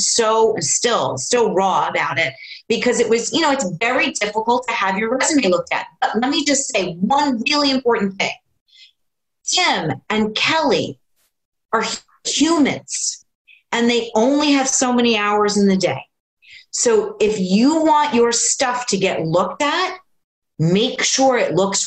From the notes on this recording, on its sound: Live from Home. Moderate a virtual panel.